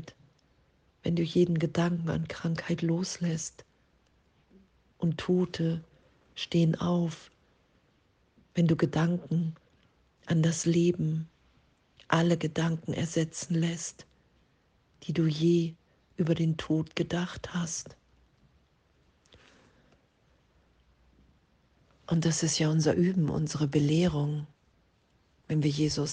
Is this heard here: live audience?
no